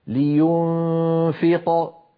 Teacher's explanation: ولو وقفت فقلت لينفق صارت القلقلة كبرى